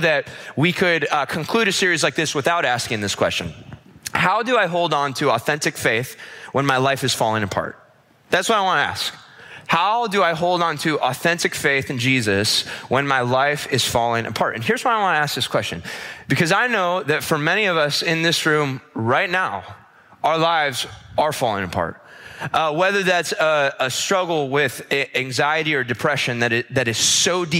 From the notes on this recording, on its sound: This episode was recorded at our weekend services